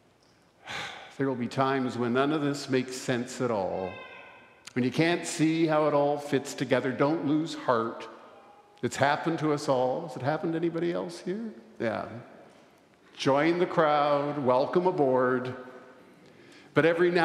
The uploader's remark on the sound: recorded live at the Easter Vigil on Saturday, April 8, 2023